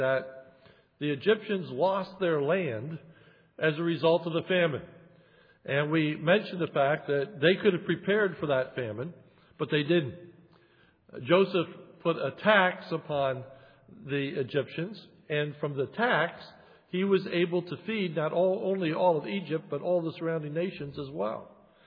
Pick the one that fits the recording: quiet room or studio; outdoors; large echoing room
large echoing room